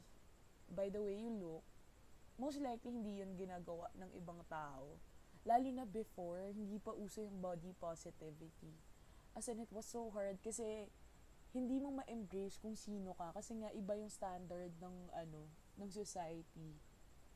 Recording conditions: uneven or low level